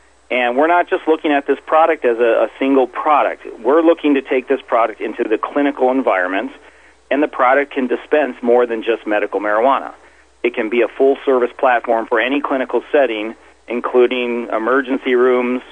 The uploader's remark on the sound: called into SmallCapVoice